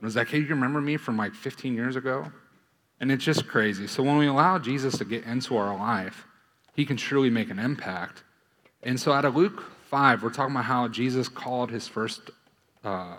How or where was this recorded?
large echoing room